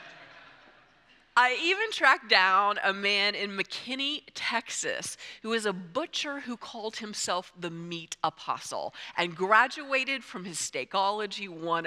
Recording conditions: large echoing room